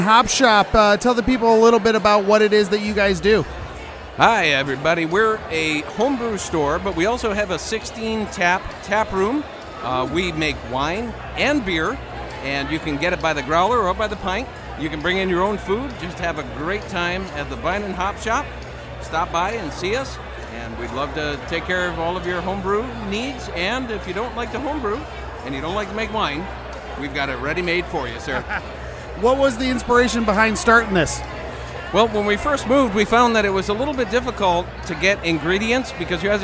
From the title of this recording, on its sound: Live From Medina Beer Fest